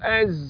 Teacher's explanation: نفس مخرج السين والصاد، طرف اللسان مع ما فوق الثنايا السفلى · Term: حرف الزاي